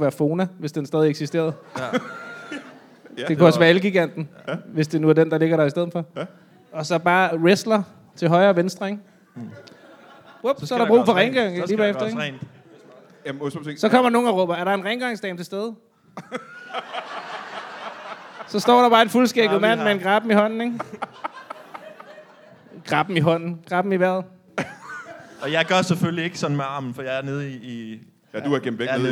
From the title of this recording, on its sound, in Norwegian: LIVE fra Comedy Zoo